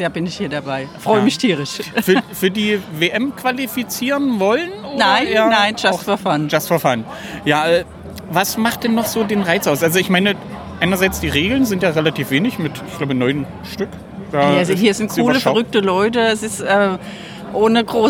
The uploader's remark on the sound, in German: Und Livegäste vor Ort im Freibad Walldorf. April im Freibadgelände der Stadt Walldorf. Wie gewohnt sind dabei Außenaufnahmen und am Ende noch eine Onlinsitzung.